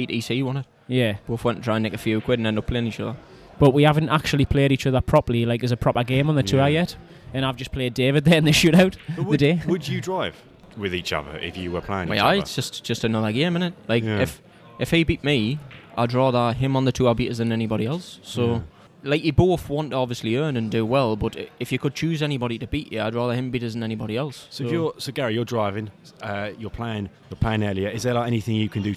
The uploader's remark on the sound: Recorded at the Snooker Shoot Out in Watford.